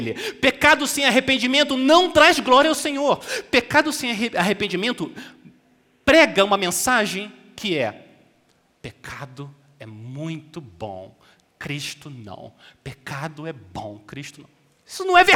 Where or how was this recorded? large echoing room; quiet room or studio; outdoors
large echoing room